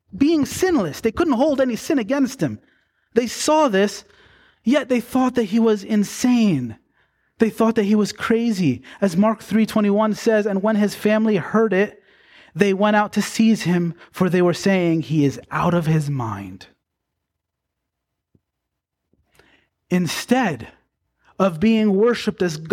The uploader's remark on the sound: Preached on February 11, 2024, at Bethel Baptist Church in Gorham, NY.